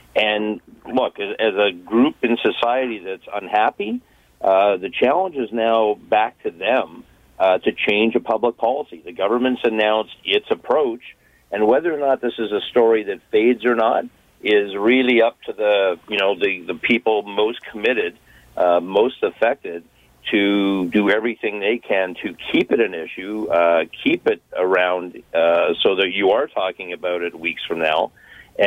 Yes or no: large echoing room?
no